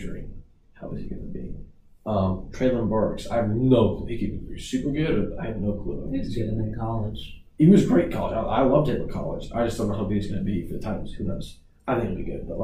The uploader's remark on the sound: Sorry for the poor audio quality in this episode we had problems with the microphone